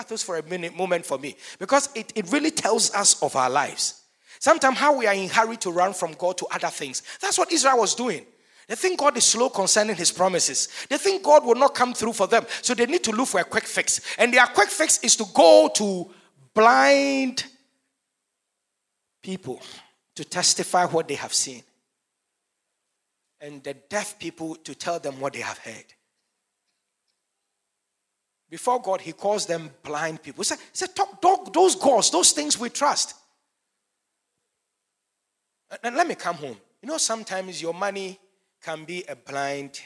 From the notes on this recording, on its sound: Sermon preached at CBC Shiashie Campus